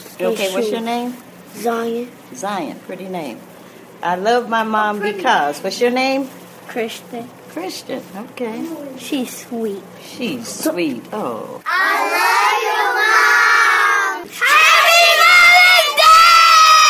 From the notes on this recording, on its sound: spoke to a group of Pre-Kindergarten, 1st Grade and 5th Grade students